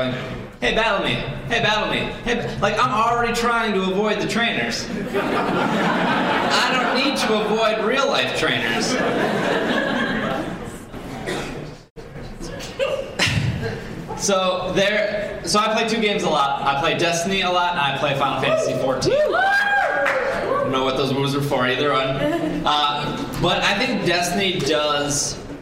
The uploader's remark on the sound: Live at C2E2. This podcast was recorded live.